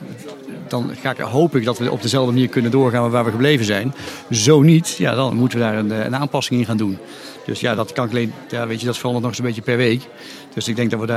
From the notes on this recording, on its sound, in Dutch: De Buik Live is eindelijk weer live in dit turbulente jaar, tijdens Gastvrij Rotterdam Special.